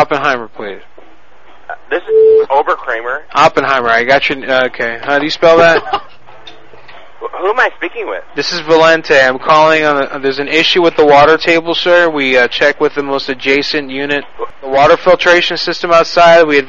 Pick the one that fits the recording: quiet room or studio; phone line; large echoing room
phone line